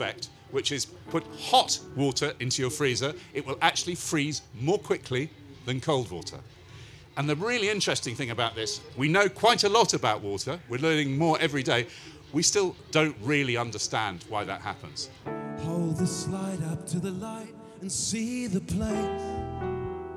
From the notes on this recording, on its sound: Recorded live at Wilderness Festival.